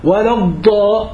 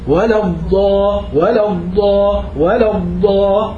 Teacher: الهواء المضغوط المحصور مر على المخرج، فبيطلع صوت يشبه هديل الحمام · Shown in: second take · Term: صوت الاستطالة